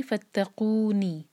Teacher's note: اور جب ہم آیت ختم کرتے ہیں یا پھر جہاں ہماری سانس ٹوٹے اور ہم ساکن کر کے رکے، اور ساکن سے پہلے جو تھا وہ مد طبعی تھا، अगर यहाँ नहीं रुकेंगे तो हम ये कहेंगे फत्तकूनी, तो हमने कू को दो हरका खींचा, तो ये मद तबई था। तो इसके बाद जब हम साकिन करते हैं तब हमें ये चार हरका खींचना होगा और हम कहेंगे फत्तकून, और इसका नाम है मद आरिद लिसुकून, मतलब हमने अर्ज लंबा किया सुकून की वजह से।